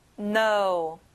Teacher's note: 앞에 k 발음은 안 나요.